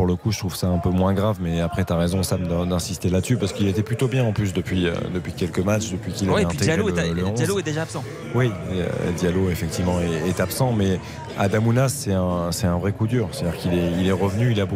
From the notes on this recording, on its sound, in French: Pour trois heures de direct. En direct du Parc des Princes.